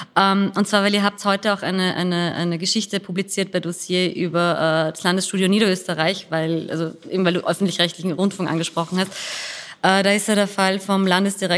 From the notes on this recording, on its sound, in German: Der Podcast wurde vor Publikum bei der Langen Nacht der Podcasts aufgezeichnet.